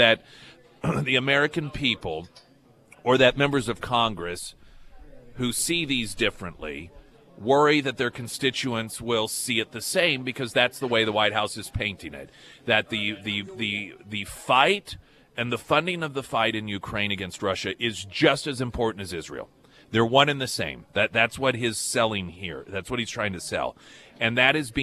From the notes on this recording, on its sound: live at Scramblers Diner